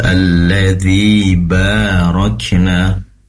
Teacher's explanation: Kemudian alladzi barakina, sempat terdengar pendek tadi ya kalau salah, maka perlu dipanjangkan menjadi dua harakat